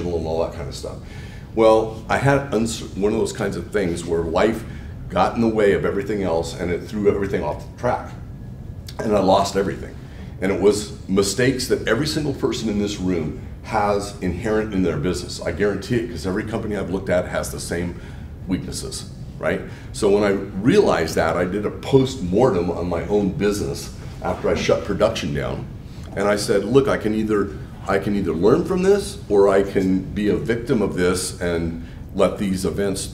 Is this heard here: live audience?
yes